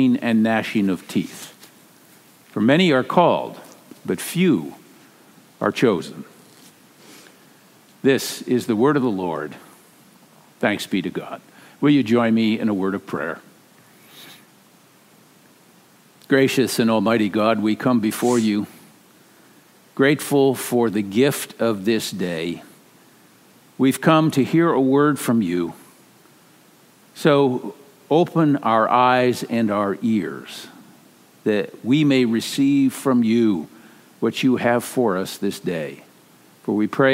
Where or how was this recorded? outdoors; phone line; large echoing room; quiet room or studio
large echoing room